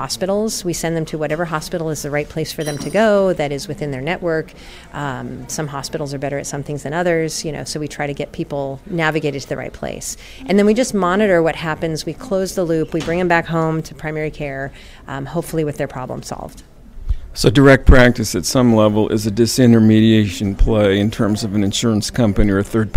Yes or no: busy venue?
yes